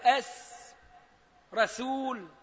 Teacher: في كلمة رسول سين، ومن حروف الترقيق، ما هي من حروف التفخيم ولا الاستعلاء، إنما ترقيق سين، كما تقول أس رسول.